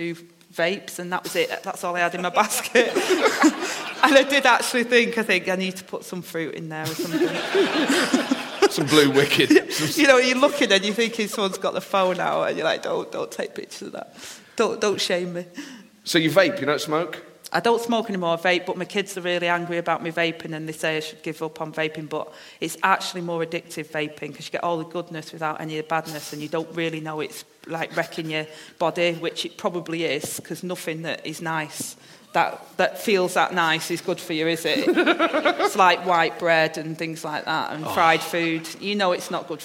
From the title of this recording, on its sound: LIVE at the Edinburgh Festival